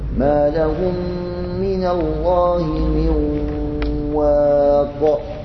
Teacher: الإدغام في الياء، الياء من وسط اللسان، ومن يفعل ذلك، والواو من شفتين، من قريب الشفتين